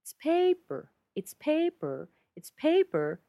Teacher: Paper, where we're going to hit the stresses on the first syllable.